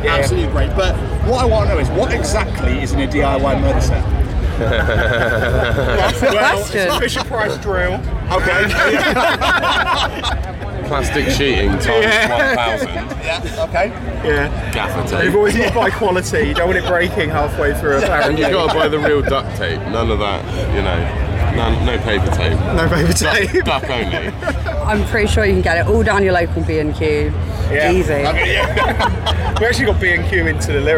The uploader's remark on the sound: From our 'Live from Bloodstock Festival 2022' series. Their set at the festival.